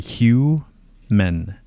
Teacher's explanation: Okay, so we got our H sound, and we don't see it in the word, but it's kind of like a H-Y sound, like a hue, right?